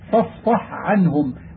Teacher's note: فإذا سكنت الحاء قبل العين من الكلمتين كان التحفظ ببيان الحاء آكد، لأنها قد تهيأت بسكونها للإدغام، لأن كل حرف أدغمته في حرف فلا بد من إسكان الأول أبدا ثم تدغم، فإذا سكنت الحاء قبل العين قربت من الإدغام فيجب التحفظ ببيانها، وذلك نحو قوله فاصفح عنهم.